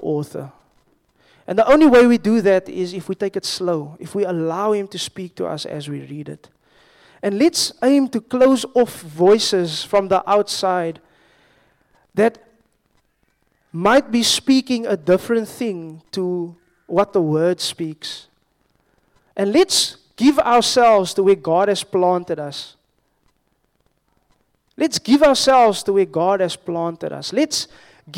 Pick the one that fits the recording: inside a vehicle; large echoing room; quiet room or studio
large echoing room